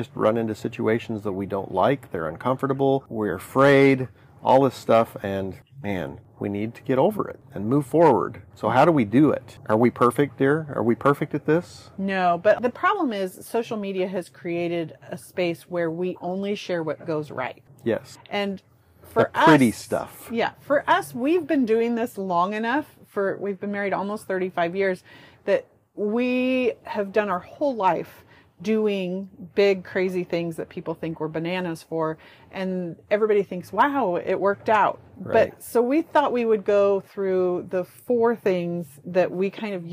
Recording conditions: wind noise